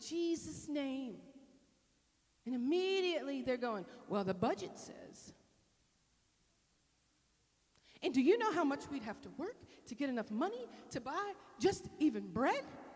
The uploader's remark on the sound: This sermon was delivered at Northpoint Community Church in Beaumont, TX